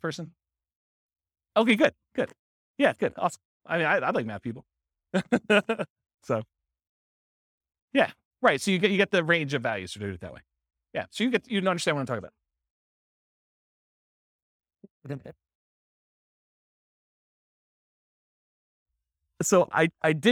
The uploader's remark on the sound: This was a live class recorded